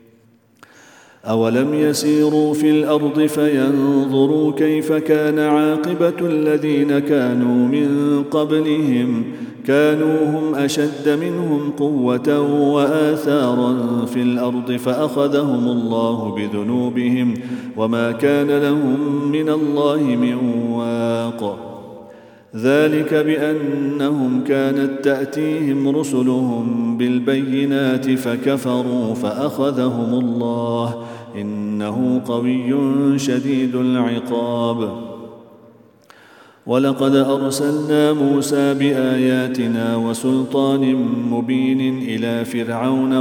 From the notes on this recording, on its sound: at the Houghton Masjid (West Street)